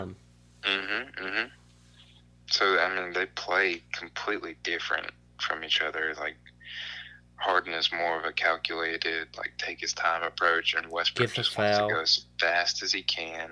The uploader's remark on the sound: burnt the phone lines